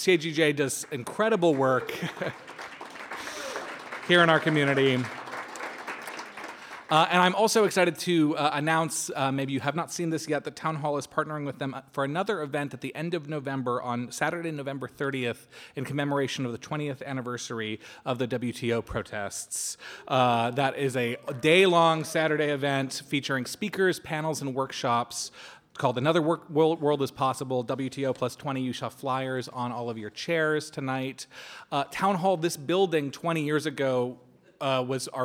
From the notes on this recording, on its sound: This is shared audio from Town Hall Seattle. This is shared audio from Town Hall Seattle.